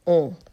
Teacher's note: The next word is O-N, which is pronounced on, and there is no N sound at all. It's just a nasalized sound.